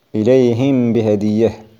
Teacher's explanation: إذا وقع بعد الميم الساكنة حرف الباء وهذا لا يكون إلا من كلمتين، جاز إظهار الغنة في الميم ويسمى إخفاء شفويا أو مجازيا، نحو إليهم بهدية.